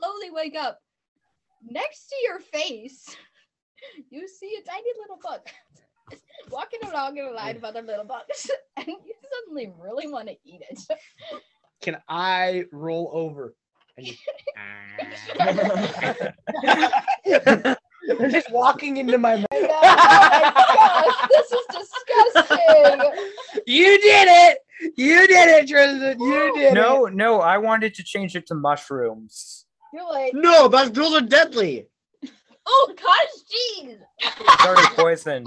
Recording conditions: poor sound quality